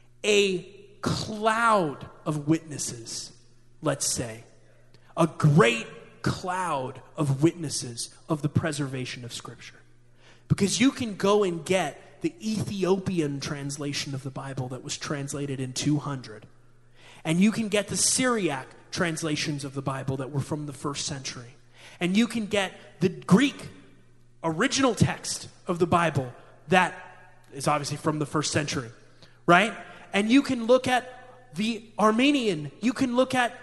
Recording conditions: live audience